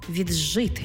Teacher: «Ди» плюс «жи» утворюється звук «дж». Пишемо «віджити», а вимовляємо «віджити».